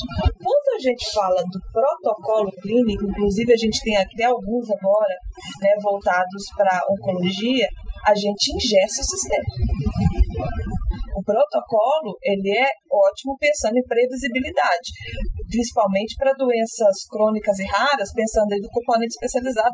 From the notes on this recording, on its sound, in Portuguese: Este Podcast foi gravado presencialmente durante o Congresso HEMO de 2022.